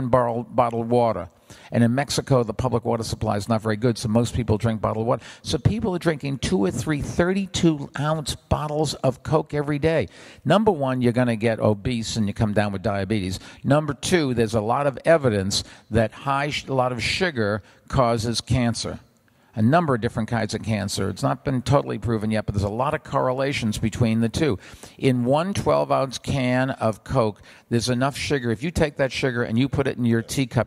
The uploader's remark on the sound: Recorded at CityLab 2015 in London.